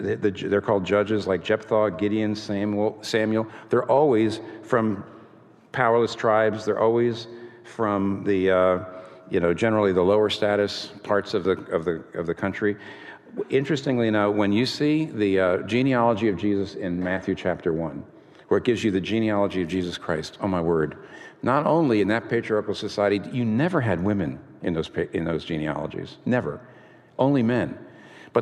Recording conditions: live audience